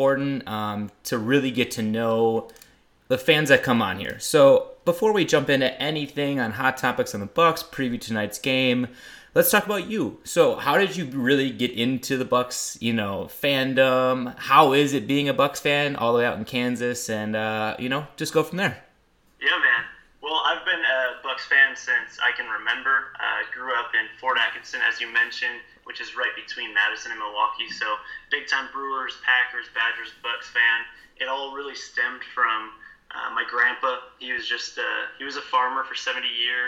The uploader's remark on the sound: gets on the phone